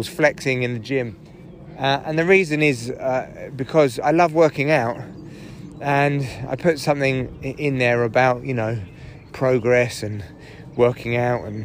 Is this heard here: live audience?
no